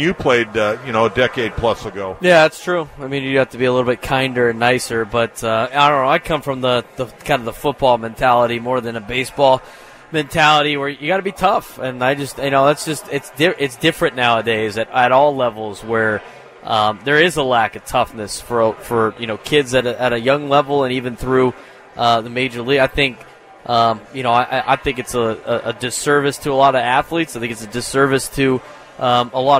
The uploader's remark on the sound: Live from The Loft at Petco Park